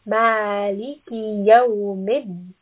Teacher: We have a ya, ad-din. Because this is coming at the ending of the ayah, we are pulling this for four counts.